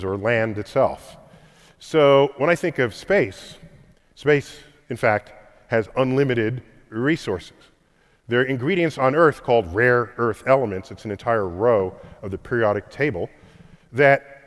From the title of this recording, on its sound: StarTalk Live! at Kings Theatre